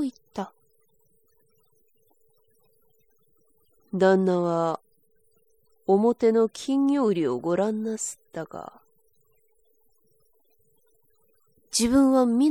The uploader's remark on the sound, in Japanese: 自宅録音ですのでノイズなどはご了承くださいませ。